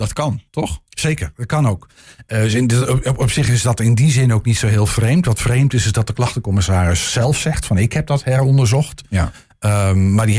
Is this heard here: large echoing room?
no